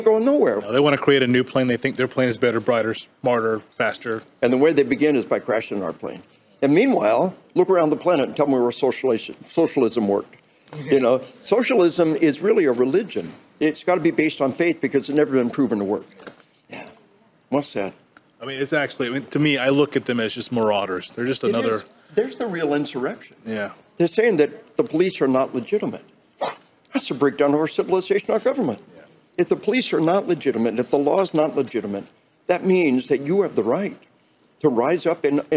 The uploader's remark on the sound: Conversation recorded at the 2022 NRA convention in Houston.